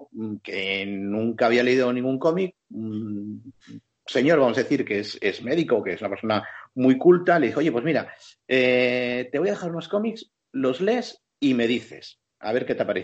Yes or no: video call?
yes